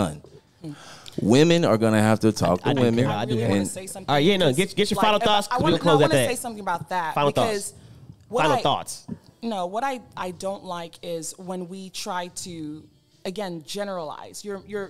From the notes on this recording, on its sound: Especially when it came to the live studio audience chiming in.